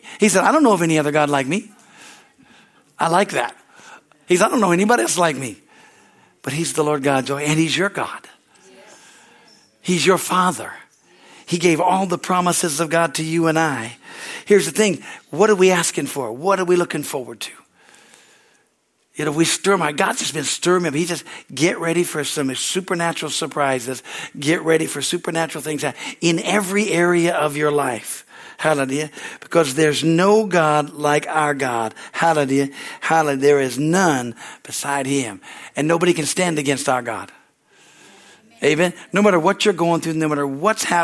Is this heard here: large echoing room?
yes